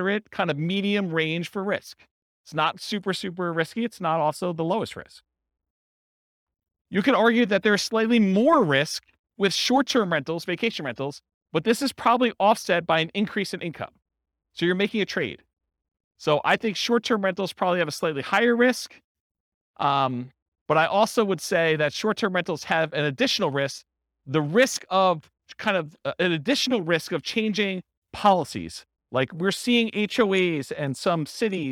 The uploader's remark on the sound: This was a live class recorded.